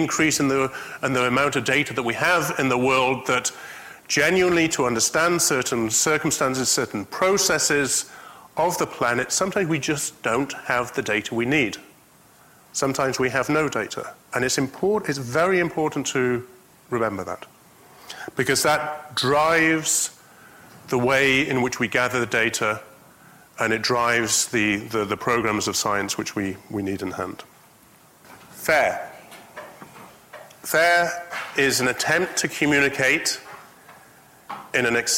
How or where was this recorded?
large echoing room